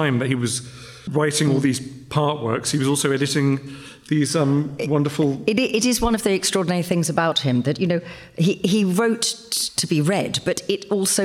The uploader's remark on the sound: This event was recorded on 11 July 2023 as part of Sotheby’s Book Week